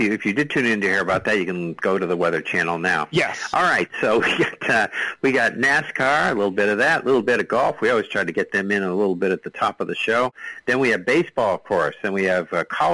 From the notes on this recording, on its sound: We talk all things sports and take your live calls.